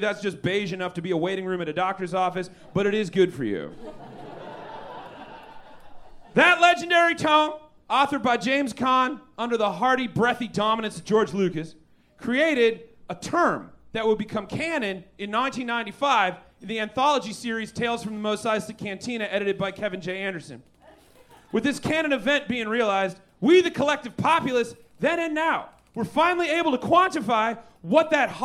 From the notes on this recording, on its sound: Recorded LIVE at Chicago’s Historic Green Mill Lounge on September 30th 2023